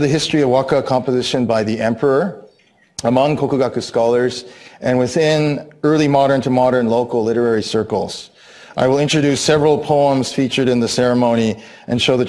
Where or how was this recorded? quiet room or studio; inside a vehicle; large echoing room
large echoing room